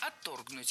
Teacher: Отторгнуть неверно, правильно отторгнуть. Ударение в этом слове ставим на второй слог.